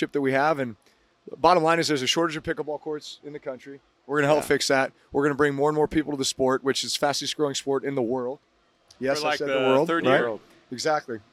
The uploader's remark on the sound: Live From Super Bowl LVIII